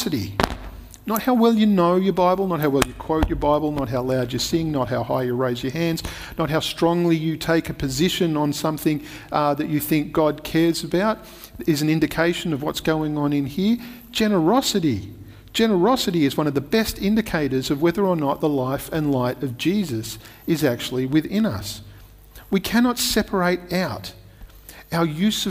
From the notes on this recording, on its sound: Recorded at Restore Church on August 8th, 2021